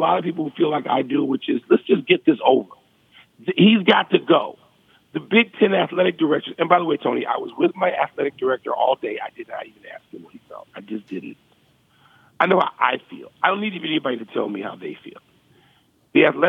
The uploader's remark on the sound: Calls. Phones.